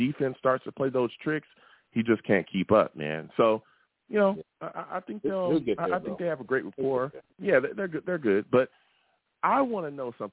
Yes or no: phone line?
yes